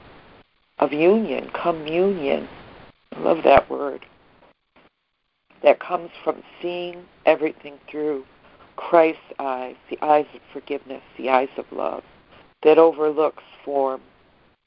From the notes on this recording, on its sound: ACIM Daily Conference Call.